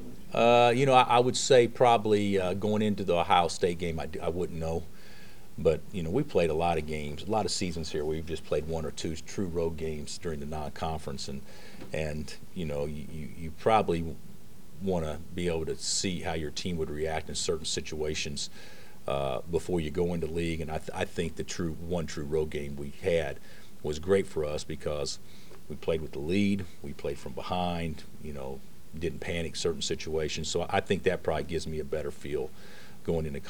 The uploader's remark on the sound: Press Conferences & Post-Game Interviews